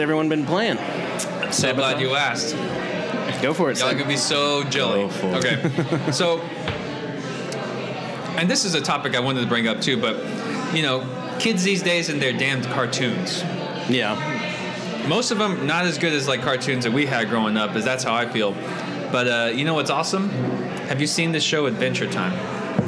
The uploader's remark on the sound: Recorded live from a bar! We were still working out the kinks back then.